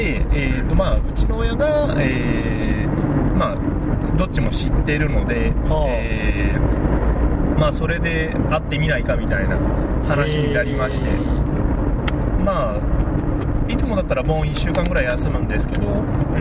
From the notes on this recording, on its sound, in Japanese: 車中での録音のためノイズが入っています。